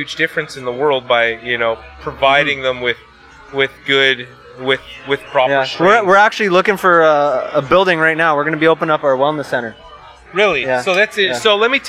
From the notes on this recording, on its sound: LIVE at Canna Crawl. We had the pleasure of podcasting live from Canna Crawl hosted by High Society Supper Club. We chatted with local business owners and various people in the industry.